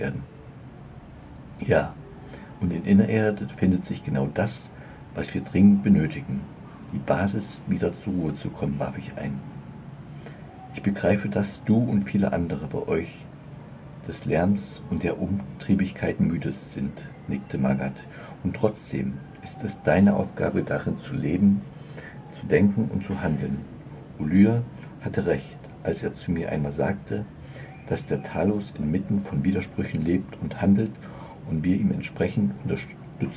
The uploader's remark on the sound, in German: Als mir auffiel, wie laut es gerade auch um mich herum war. Und dann habe ich es mal aufgenommen. Vielleicht kannst Du die vielen Hintergrundgeräusche auch wahrnehmen.